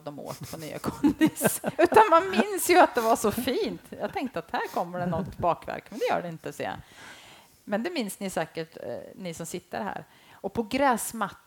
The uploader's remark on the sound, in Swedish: Live på Linds. Är på Linds konditori. Inför publik!!